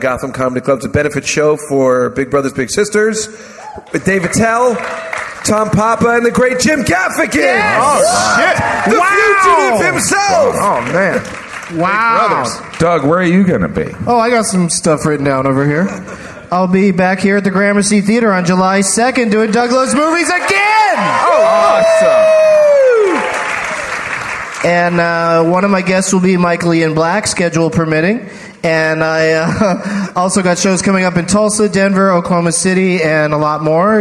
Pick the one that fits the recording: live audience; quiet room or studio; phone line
live audience